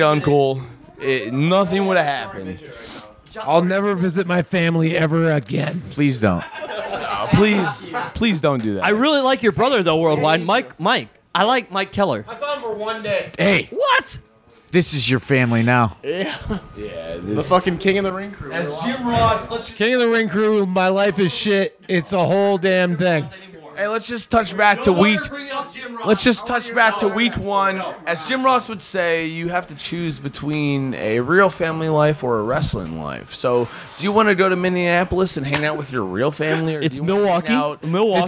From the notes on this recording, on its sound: a little less background noise this week live from the after after party